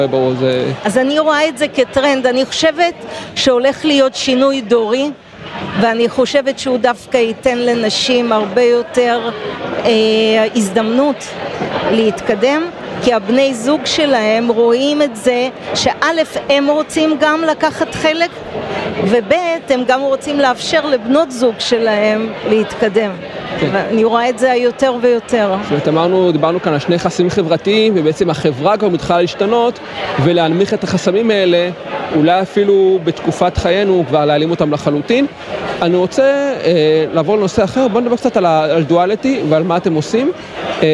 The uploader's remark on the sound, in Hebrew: בפרק מיוחד שהוקלט באירוע פורום היוניקורנס של כלכליסט